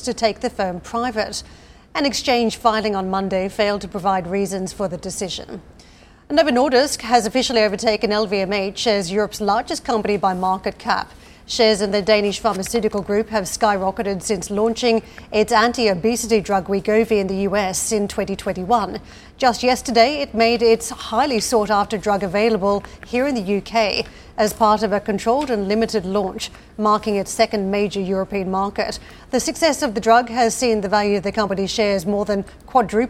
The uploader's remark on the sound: we are live at the IAA in Munich